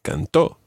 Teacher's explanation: You've got to put the stress on the last syllable so that they're different from the present tense.